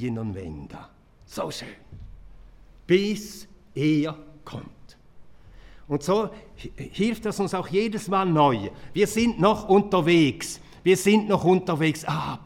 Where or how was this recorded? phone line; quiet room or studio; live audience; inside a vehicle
live audience